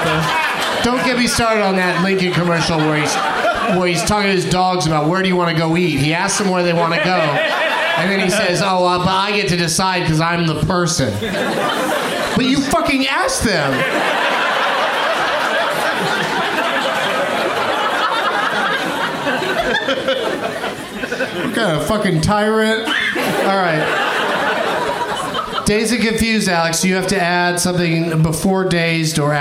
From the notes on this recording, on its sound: Live from the Cap City Comedy Club in Austin